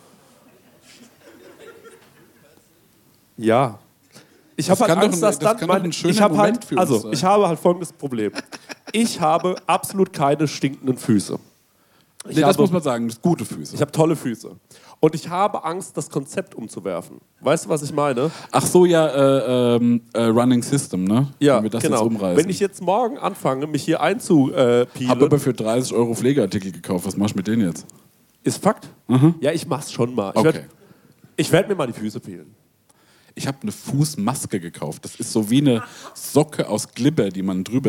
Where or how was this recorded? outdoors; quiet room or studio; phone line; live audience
live audience